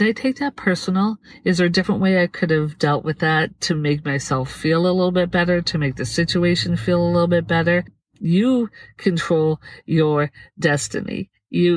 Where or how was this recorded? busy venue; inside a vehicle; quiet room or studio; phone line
inside a vehicle